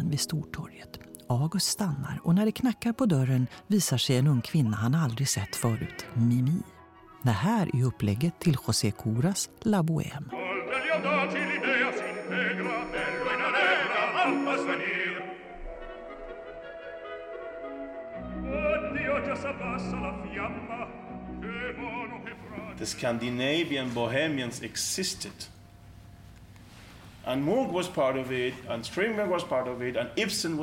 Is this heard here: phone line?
no